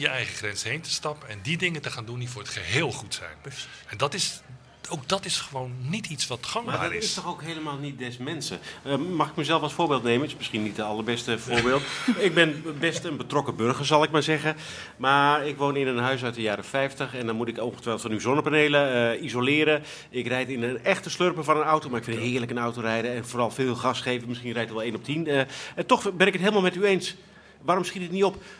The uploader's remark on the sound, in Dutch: probeerden het antwoord te vinden op het Kennisfestival in Deventer